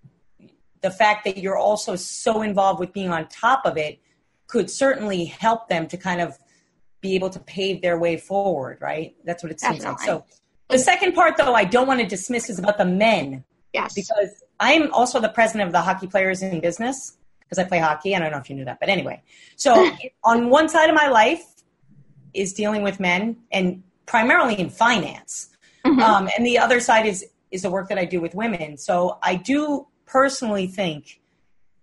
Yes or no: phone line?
no